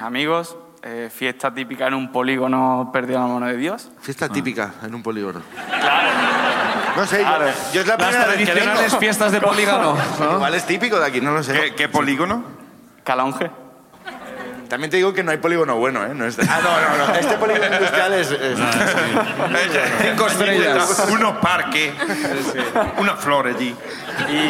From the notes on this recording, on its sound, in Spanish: El público de Sevilla también nos cuentan sus ruinas